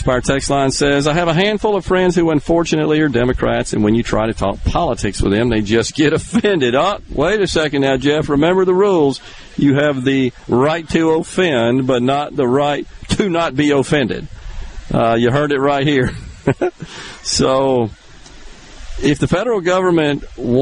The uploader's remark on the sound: The JT Show is LIVE from the Neshoba County Fair